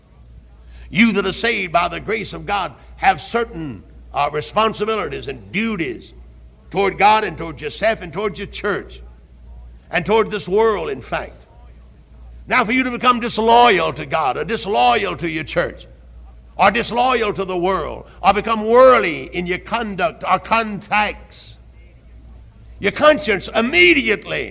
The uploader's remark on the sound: Originally preached at Tabernacle Baptist Church in Greenville, SC on December 12, 1971.